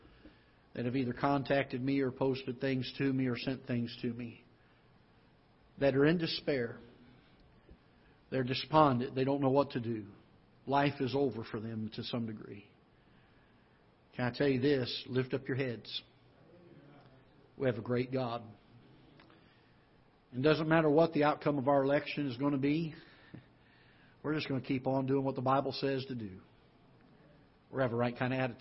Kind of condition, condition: setting, large echoing room